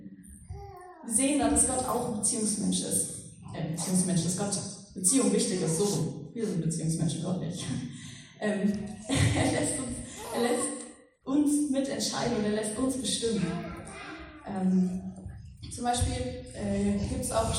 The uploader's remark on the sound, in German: Predigt im Rahmen des GreifBar+ Gottesdienstes